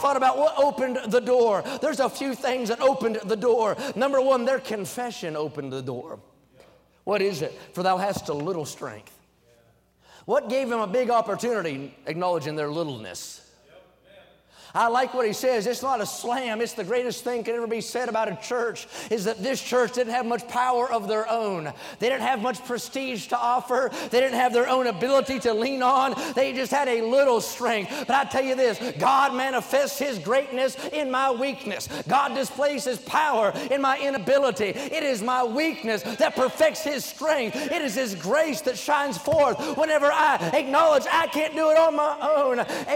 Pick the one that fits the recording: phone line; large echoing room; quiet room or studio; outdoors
large echoing room